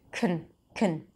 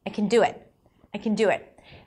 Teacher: The word can is usually reduced to kun · IPA: kən